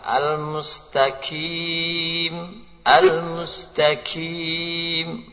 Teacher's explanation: Mengganti qaf dengan kaf.